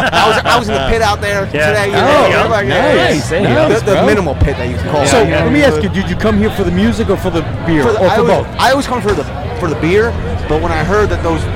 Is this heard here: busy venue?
yes